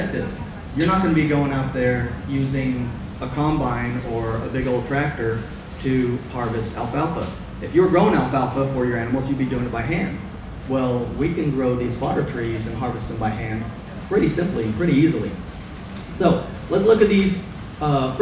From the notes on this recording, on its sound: I captured a few choice clips from some of the speakers at the Self-Reliance Festival